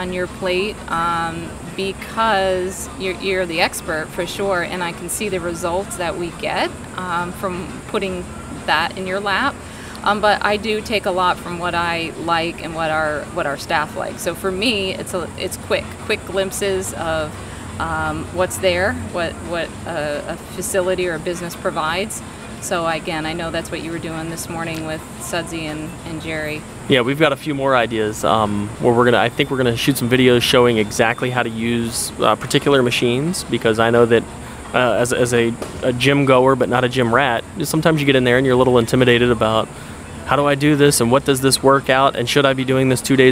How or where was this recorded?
busy venue